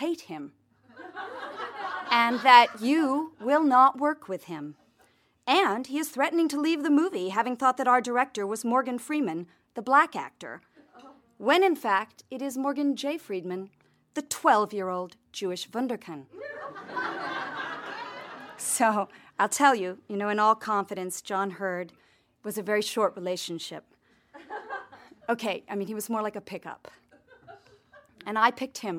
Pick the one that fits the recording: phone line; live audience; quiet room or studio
live audience